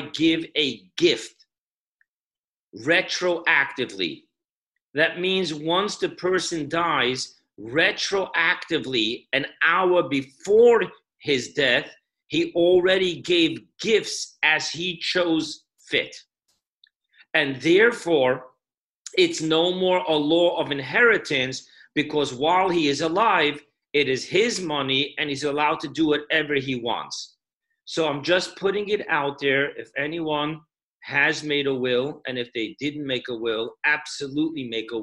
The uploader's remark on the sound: Zoom Parsha Class